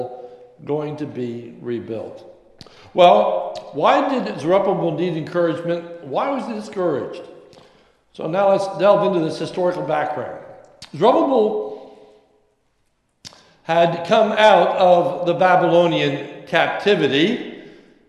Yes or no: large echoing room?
yes